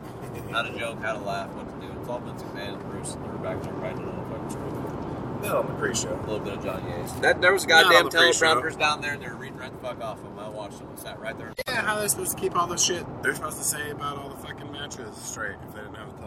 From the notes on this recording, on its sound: We recorded on a handheld on our roadtrip home from the Royal Rumble. Raw and Gritty!